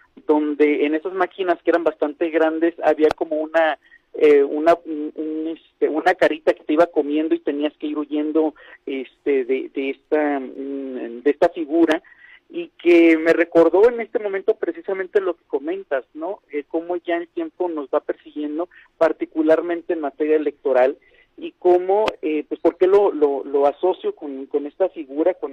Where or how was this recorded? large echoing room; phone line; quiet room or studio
phone line